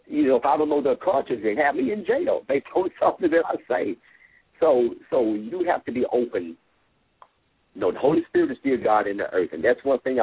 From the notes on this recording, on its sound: LML uses a progressive live call in format.